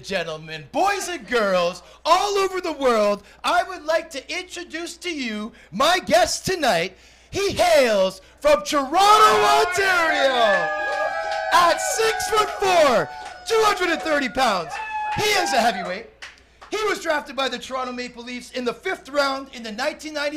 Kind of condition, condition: setting, busy venue